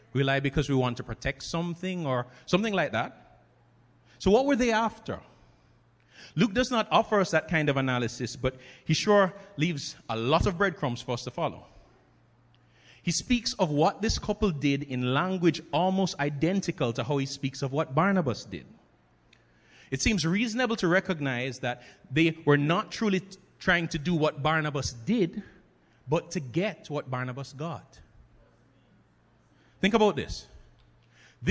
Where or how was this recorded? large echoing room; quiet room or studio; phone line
large echoing room